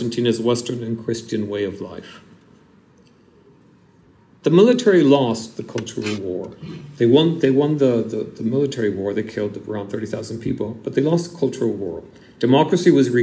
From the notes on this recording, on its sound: Extract from my lecture at London University, Senate House, on 18 May 2023.